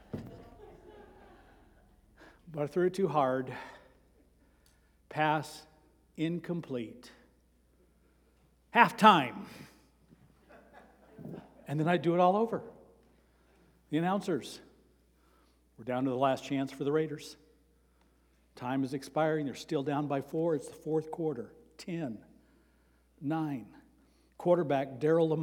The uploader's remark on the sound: Sermon preached on Sunday, September 17, at Avondale Baptist Church.